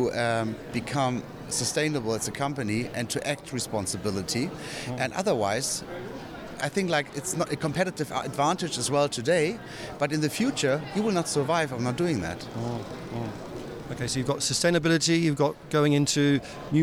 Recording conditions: busy venue